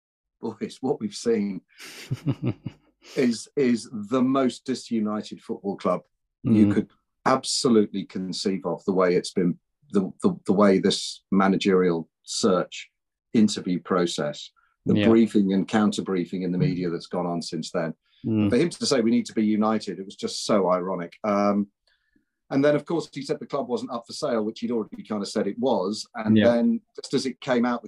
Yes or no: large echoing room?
no